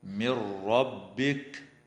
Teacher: وتدغم النون الساكنة في الراء من غير غنة في قوله تعالى من ربك.